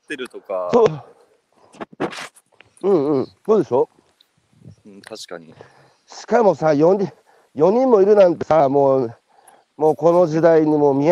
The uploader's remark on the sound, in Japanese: 歩きながら1時間、対談する